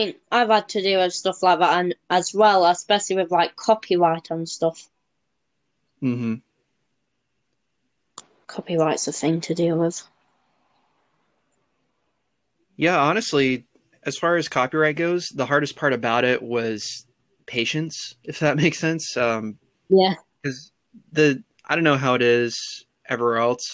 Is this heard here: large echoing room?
no